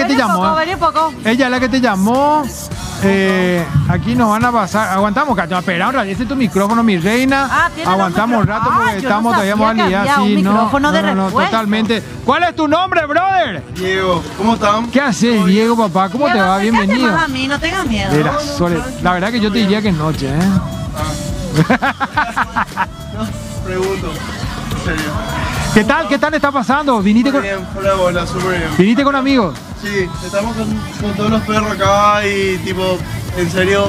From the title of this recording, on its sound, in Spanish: EN VIVO DESDE MCCARTHY'S